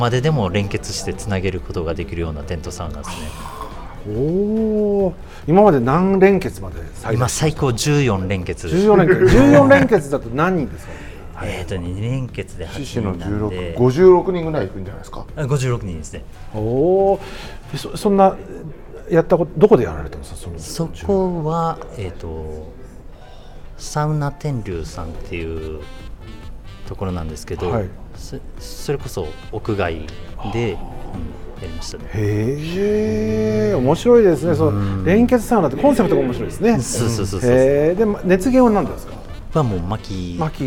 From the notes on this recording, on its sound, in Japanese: 万平蒸祭 in ホテルマント富士 でスナック濡れ頭巾を行った際の公開収録ラストのパート３。